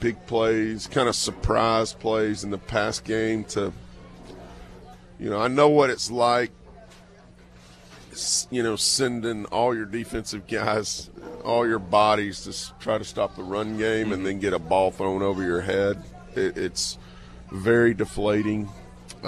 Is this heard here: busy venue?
yes